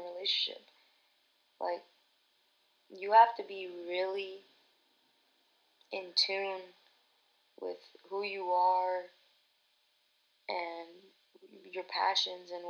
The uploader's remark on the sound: My first episode recorded back in Feb. There's still things that I gotta learn & improve on w the audio but jus be patient w me.